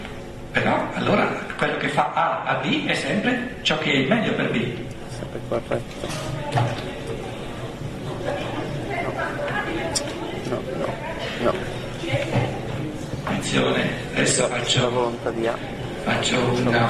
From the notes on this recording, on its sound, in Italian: Dibattito con il pubblico